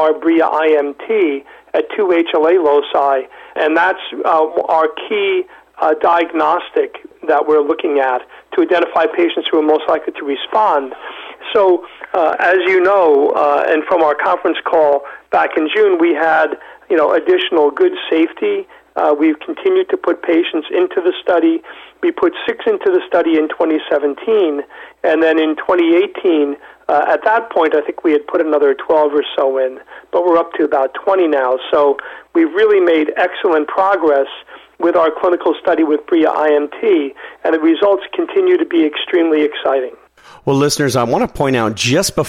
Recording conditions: phone line